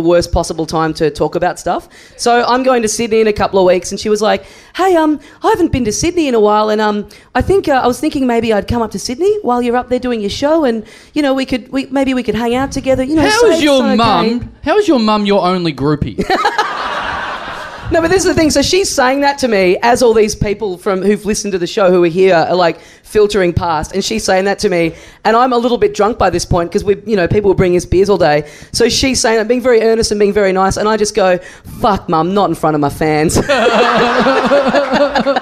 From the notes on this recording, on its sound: Recorded LIVE at The Joint on April 19, 2015.